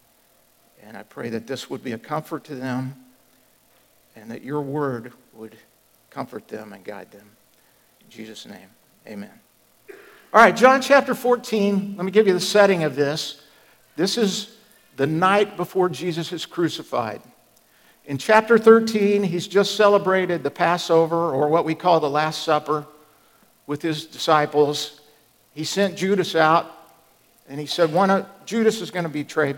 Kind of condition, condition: setting, large echoing room